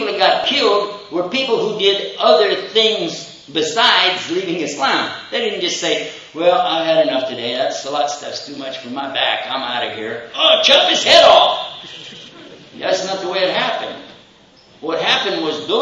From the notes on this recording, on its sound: Questions and Answers Session following the Lecture